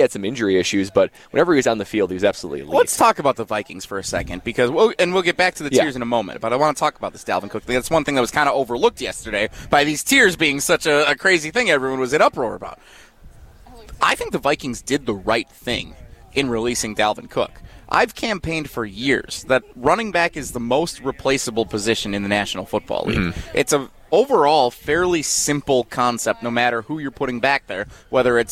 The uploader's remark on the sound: They break that down live from the University Ridge Golf course as we cover the Am Fam Championship!